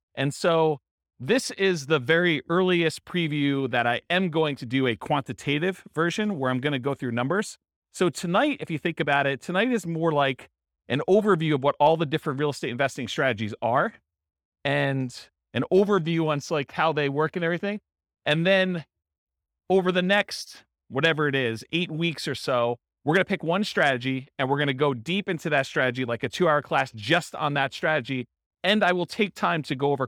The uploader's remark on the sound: In Round Rock, Texas. This was a live class recorded to give investors a solid qualitative overview of all the different real estate investing strategies.